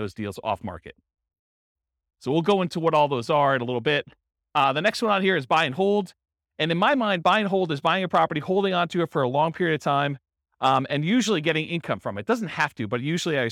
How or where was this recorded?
live audience